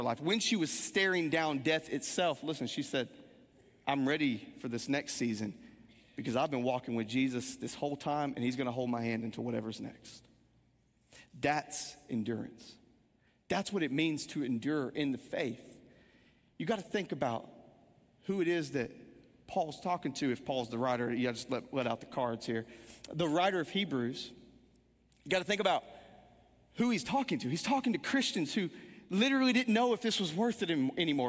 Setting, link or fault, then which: setting, large echoing room